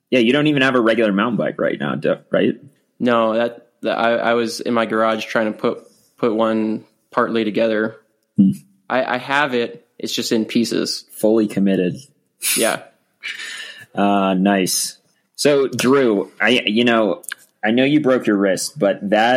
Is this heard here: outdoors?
no